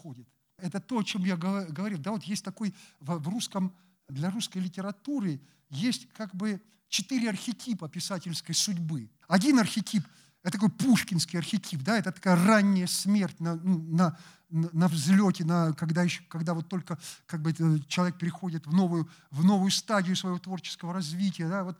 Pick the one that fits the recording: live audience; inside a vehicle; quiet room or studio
live audience